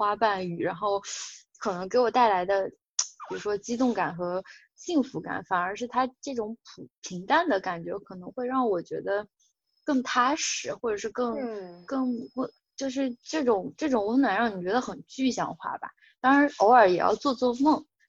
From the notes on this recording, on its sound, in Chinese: 这期节目因为网络连线有杂音。